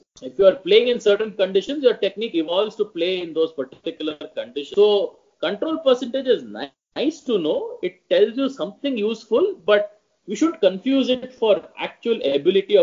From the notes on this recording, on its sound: There may be a few audio quality issues in this episode, we apologize in advance for that.